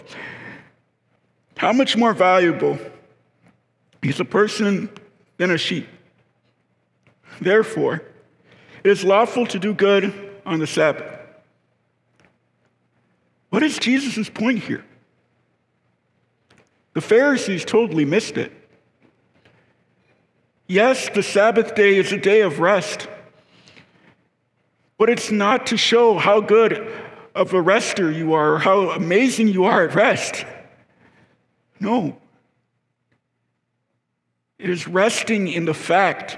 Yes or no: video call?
no